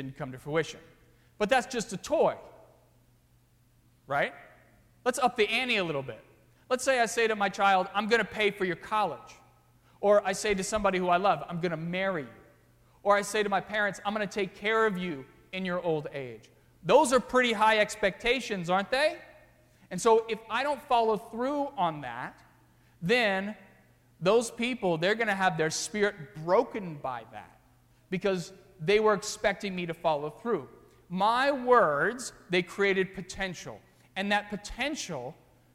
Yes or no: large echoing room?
yes